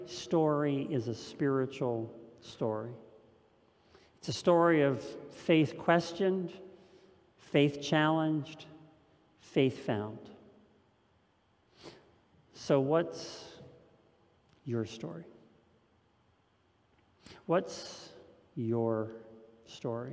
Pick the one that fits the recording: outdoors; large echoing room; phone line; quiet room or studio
large echoing room